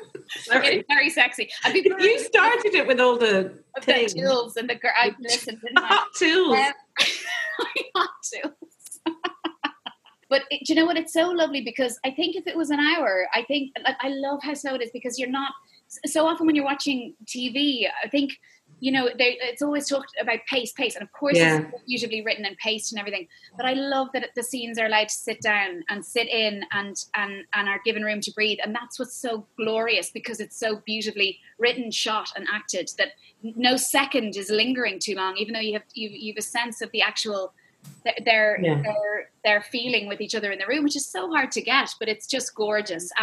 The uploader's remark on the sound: Came for the Zoom chats last Saturday night.